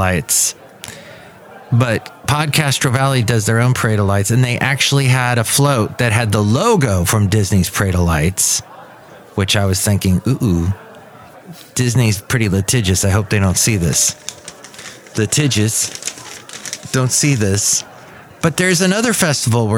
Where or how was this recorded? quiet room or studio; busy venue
busy venue